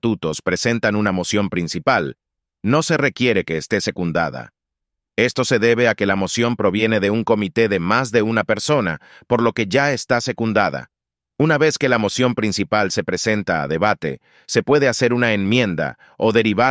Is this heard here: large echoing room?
no